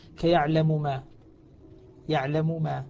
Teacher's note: السوسي عن أبي عمرو البصري يدغم المثلين من كلمتين إدغاما كبيرا